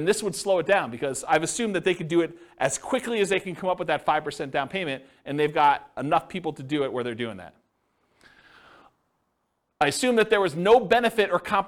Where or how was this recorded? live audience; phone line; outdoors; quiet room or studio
live audience